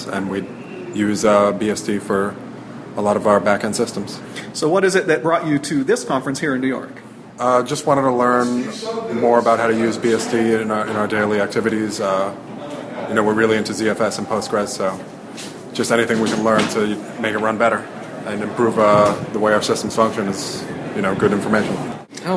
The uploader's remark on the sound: NYCBSDCon 2014 was great, and I recorded a series of voices from the attendees.